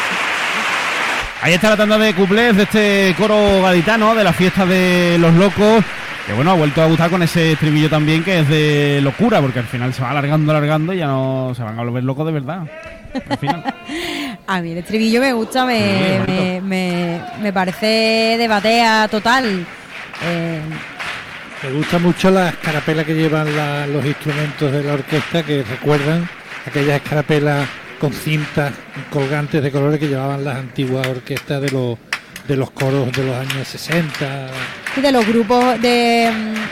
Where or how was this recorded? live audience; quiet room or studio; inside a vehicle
live audience